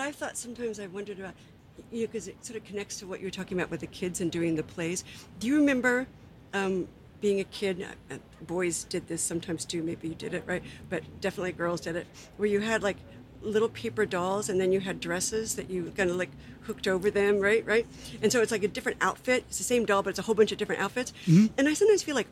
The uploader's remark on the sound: This summers outdoor pop-up conversation event series between the Center for Fiction and the Theatre for a New Audience at Polonsky Shakespeare Center in Downtown Brooklyn.